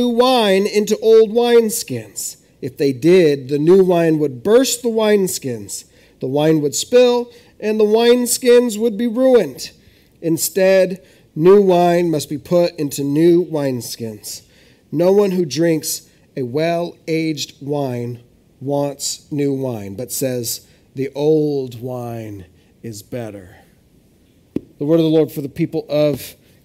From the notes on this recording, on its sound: This is audio ripped from the Live Service video.